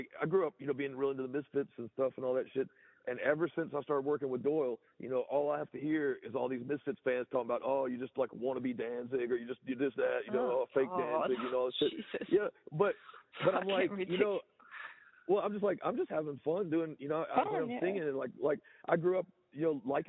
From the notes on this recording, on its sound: answered the Groovy Ghoul podcast phone call